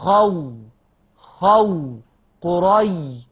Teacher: سكون ملموس محسوس اسمه سكون حي. يبقى السكون في المد ميت، والسكون في اللين، والسكون في اللين حي ملموس.